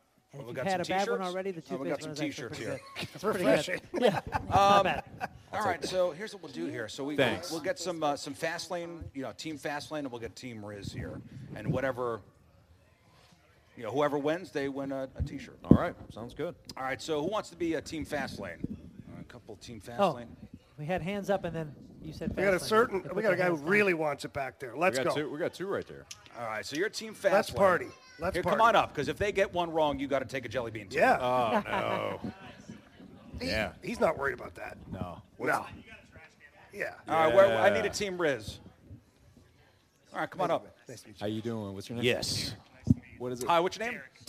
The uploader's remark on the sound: live at Scott Airforce Base